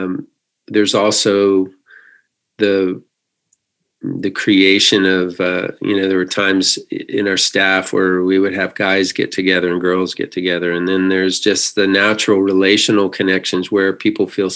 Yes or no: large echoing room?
no